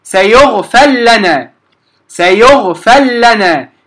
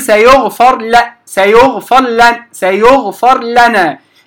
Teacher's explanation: لا أدخل الراء فيها، لا أشم اللام راء، وإنما أنتقل من الفاء إلى اللام المشددة مباشرة · Shown in: first take